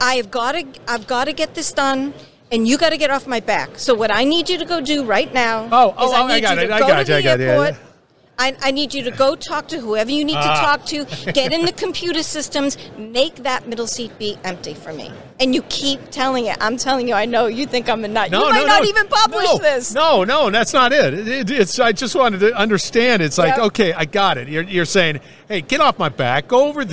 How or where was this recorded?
busy venue